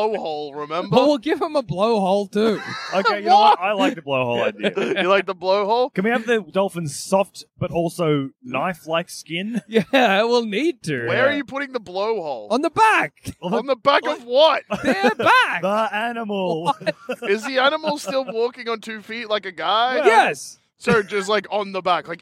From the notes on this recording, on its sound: Recorded live from the car on the drive home